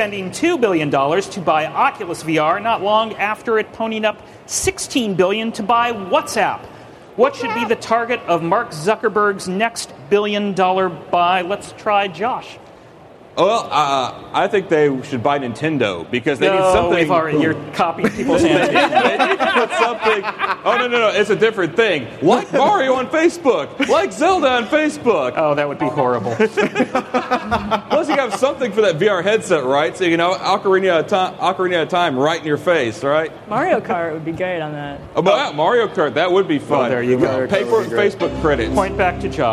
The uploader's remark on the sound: A quiz show. Recorded live on March 28, 2014 at Macworld/iWorld 2014 in San Francisco, CA.